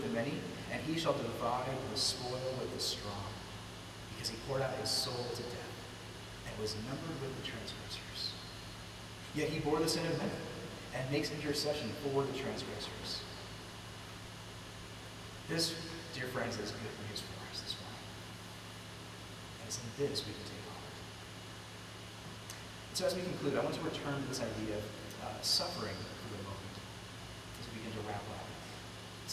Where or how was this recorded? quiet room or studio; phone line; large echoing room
large echoing room